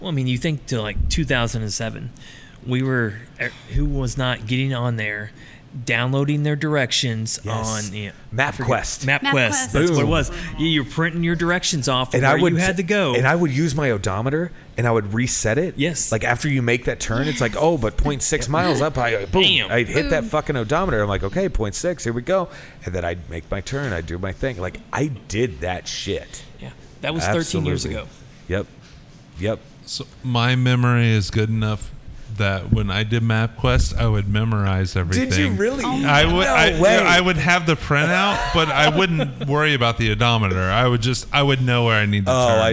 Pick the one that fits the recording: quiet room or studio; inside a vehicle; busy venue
busy venue